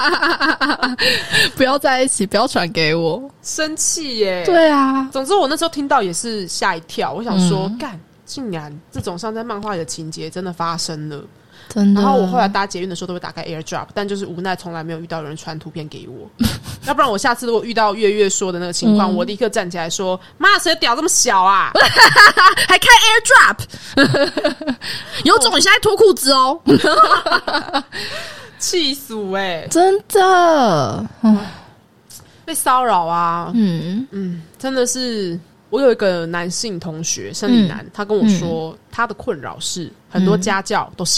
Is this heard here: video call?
no